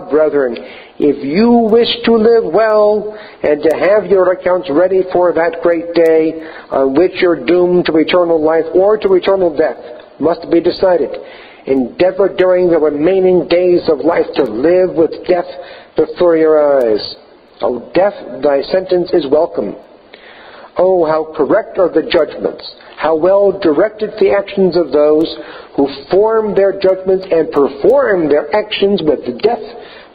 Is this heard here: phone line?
no